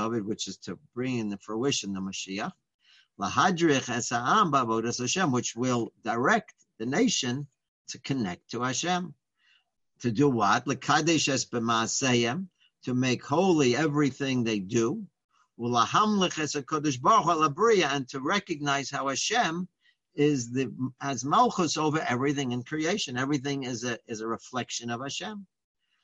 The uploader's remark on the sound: Live On Zoom.